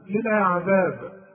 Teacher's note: إذا وقفت القلقلة عند الباء